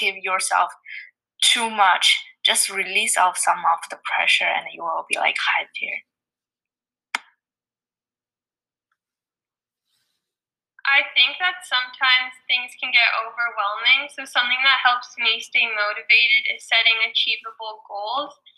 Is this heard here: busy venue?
no